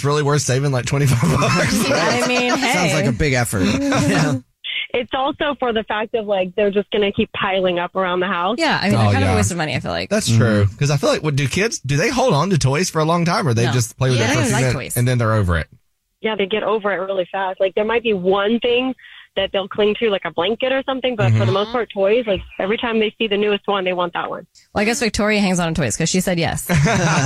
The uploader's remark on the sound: The man on the phone